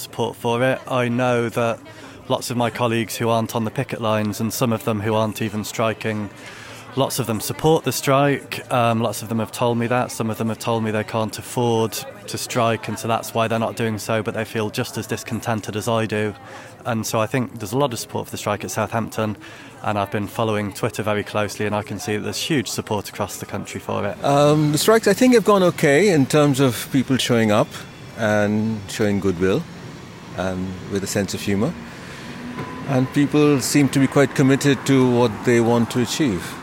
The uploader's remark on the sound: This break-out episode is our final dispatch from the UCU picket lines at the University of Southampton. Hear reflections from staff and students about how this round of strikes went.